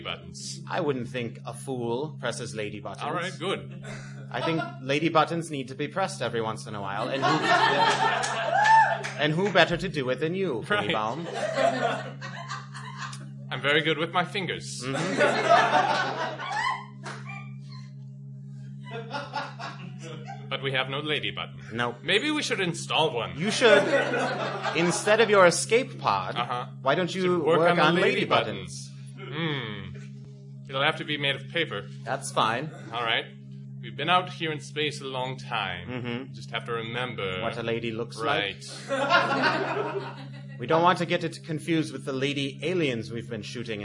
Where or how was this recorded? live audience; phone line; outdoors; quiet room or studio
live audience